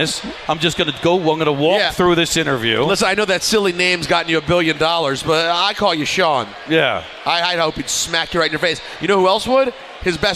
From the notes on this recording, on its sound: live from K Korner Bar in Citi Field